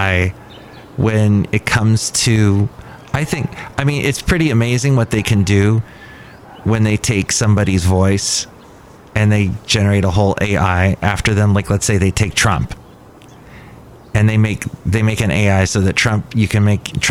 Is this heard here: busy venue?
yes